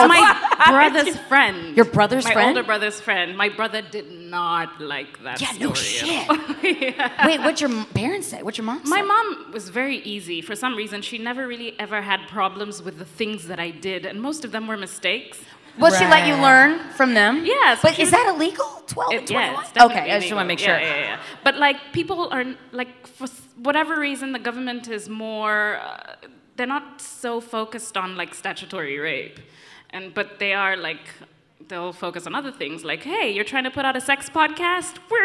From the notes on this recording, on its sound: Recorded LIVE at Guys We Fest in Brooklyn, NY. Was recorded LIVE in Brooklyn, NY at the first-ever GUYS WE FEST! After taking some questions from the audience.